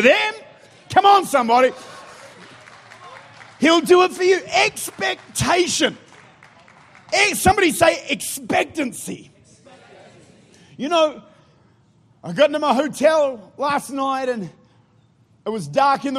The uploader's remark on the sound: Recorded at Life Church, St. Louis, Missouri.